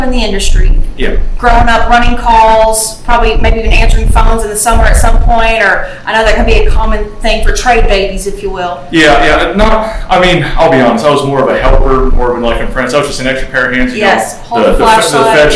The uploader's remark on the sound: On location at ServiceTitan's Marketing for the Trades Summit in Glendale, CA.